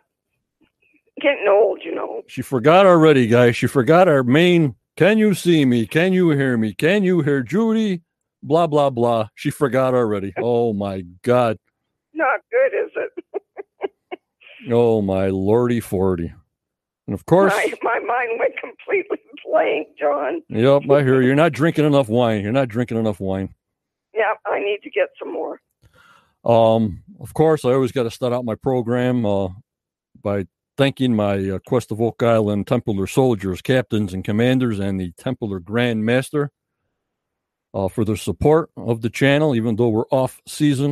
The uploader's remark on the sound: "LIVE". Dot to Dot call.